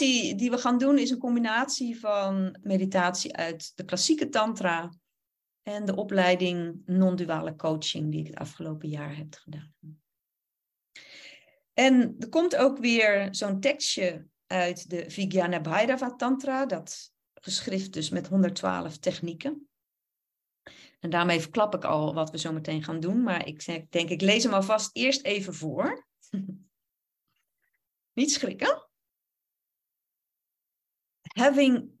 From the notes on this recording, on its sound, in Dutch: opname webinar